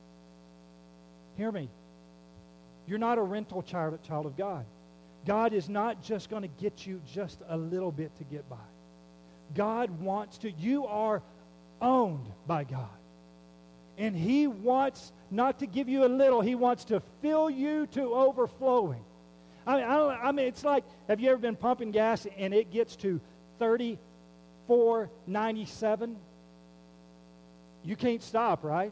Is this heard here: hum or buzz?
yes